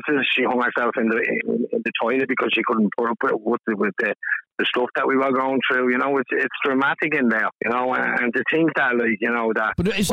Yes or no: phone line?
yes